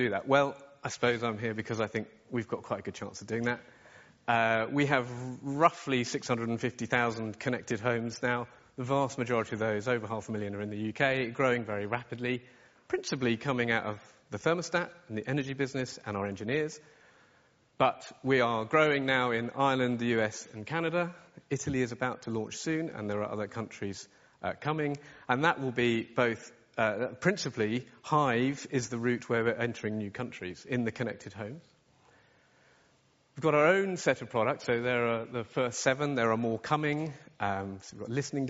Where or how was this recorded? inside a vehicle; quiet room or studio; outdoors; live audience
live audience